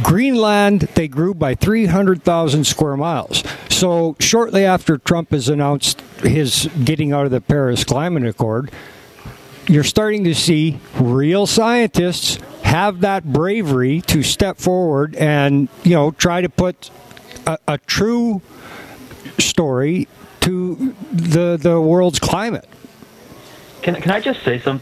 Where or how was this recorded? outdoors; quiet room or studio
outdoors